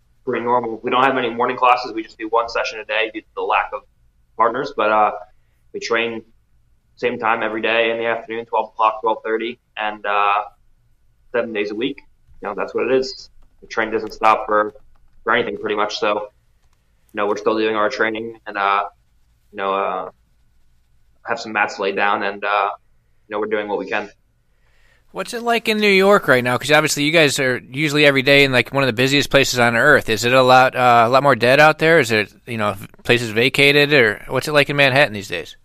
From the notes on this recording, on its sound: call in for Episode 27